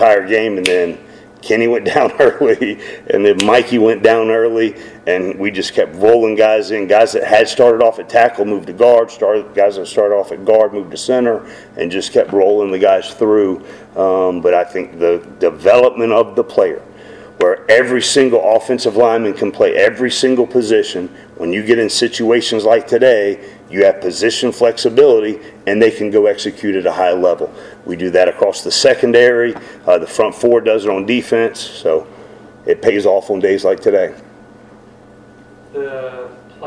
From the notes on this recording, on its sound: Postgame press conference (USF).